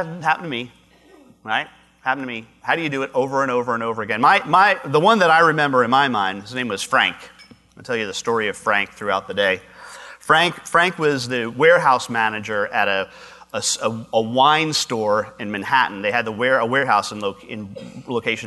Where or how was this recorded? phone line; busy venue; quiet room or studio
busy venue